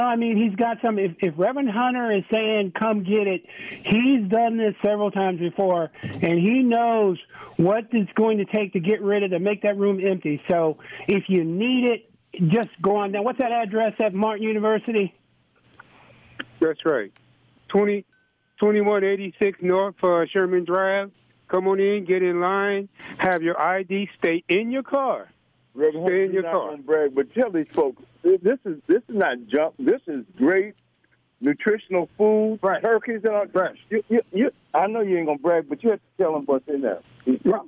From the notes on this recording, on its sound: A Full Show Of Open Lines Live On Community Connection!